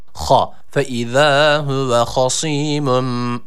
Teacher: Ha kalındır. A sesi verdik, boğazımızı hırıldatarak bu harfi çıkarıyoruz. · Term: ha harfi